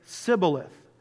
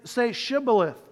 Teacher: different parts of Israel had different accents, okay? And the people from Ephraim could not say the sh sound · Shown in: first take